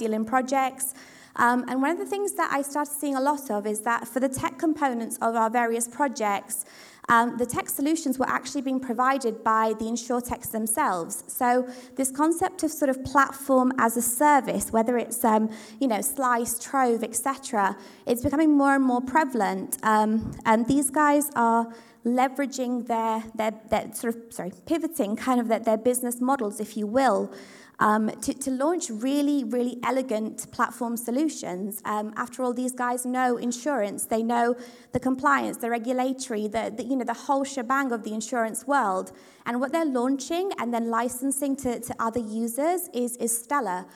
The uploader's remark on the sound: the recording of Part 2 of our 29th January event from The Steelyard